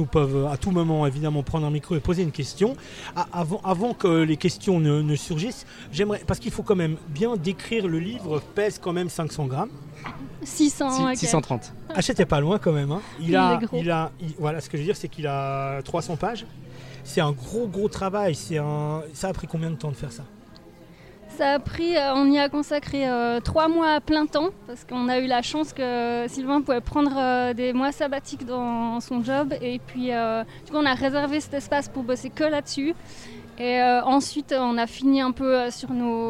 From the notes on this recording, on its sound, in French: Émission en plein air (!) et en public depuis l'Îlot13 à Genève le 15.12.2018